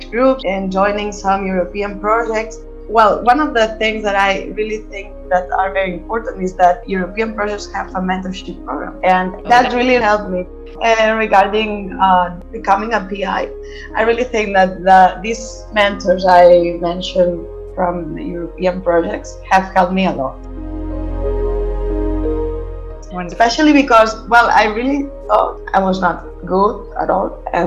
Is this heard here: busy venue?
no